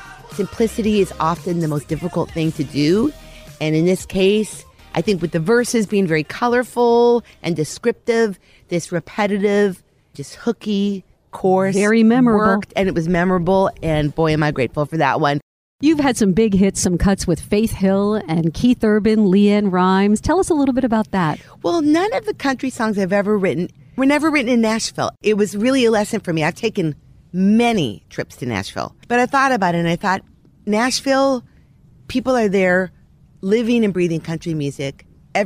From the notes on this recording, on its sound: Recorded in her backyard garden